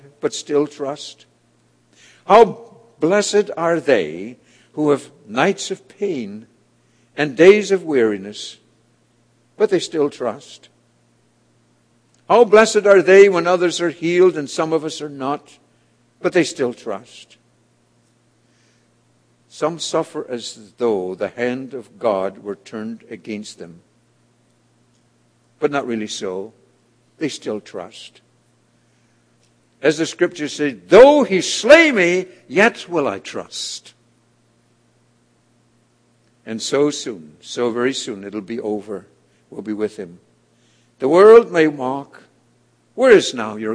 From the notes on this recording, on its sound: was delivered at The People’s Church of Somerville, NB